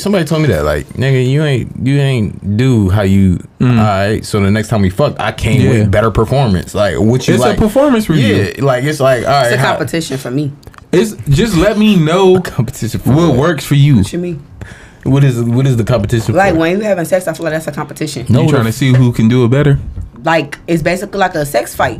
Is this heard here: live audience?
no